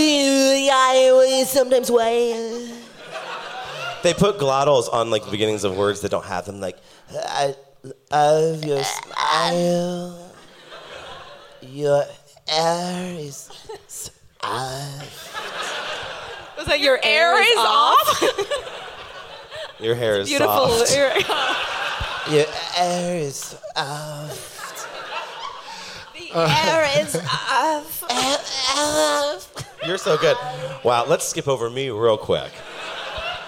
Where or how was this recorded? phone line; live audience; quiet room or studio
live audience